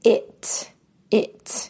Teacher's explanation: we call it a T stop because we do not fully pronounce the T